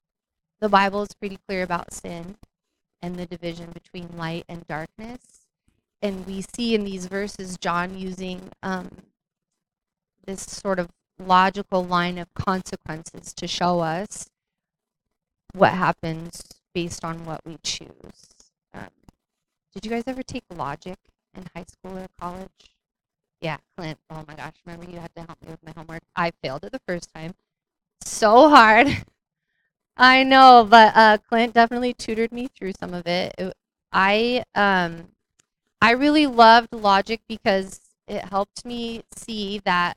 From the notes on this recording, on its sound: We had issues with our sound quality throughout.